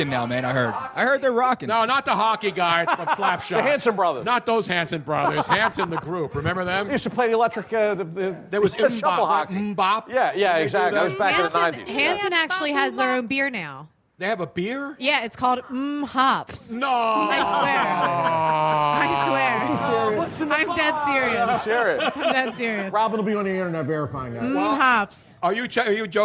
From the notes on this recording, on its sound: A lucky audience member got to spin the wheel and won 175 dollars cash. We picked an audience member.